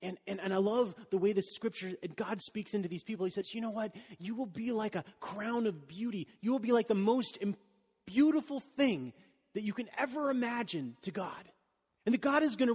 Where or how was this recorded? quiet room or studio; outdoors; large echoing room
large echoing room